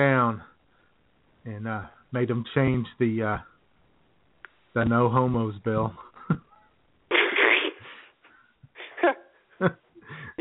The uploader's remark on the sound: All of that plus your phone calls at 661. As IWS Radio presents: Jesus Christ: Rebel Without A Cross.